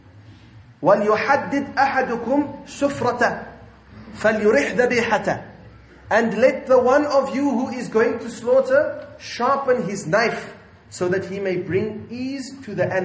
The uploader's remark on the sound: at Masjidul Jumuah Milnerton 9/8/19 for Jumuah